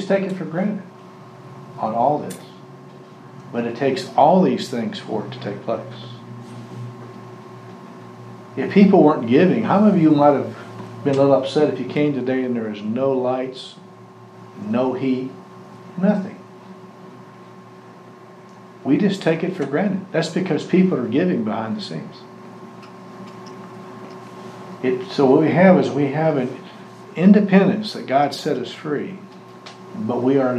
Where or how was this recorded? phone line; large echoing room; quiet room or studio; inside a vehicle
large echoing room